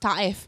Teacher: The stress is still in the first syllable.